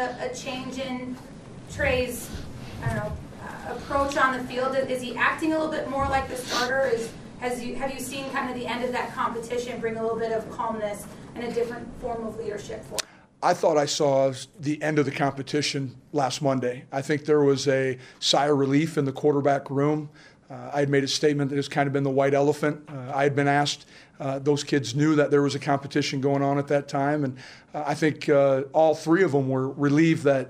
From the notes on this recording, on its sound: Press conference. Speaks with the media on Monday afternoon.